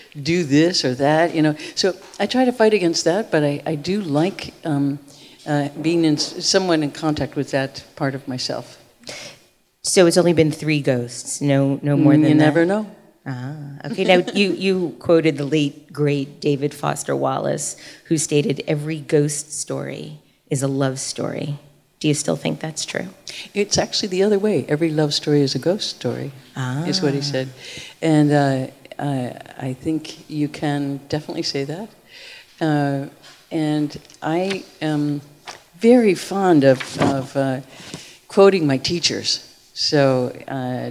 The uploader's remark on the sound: live on stage